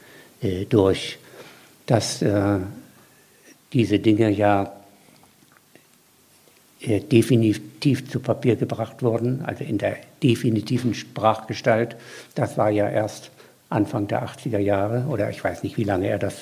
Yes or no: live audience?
yes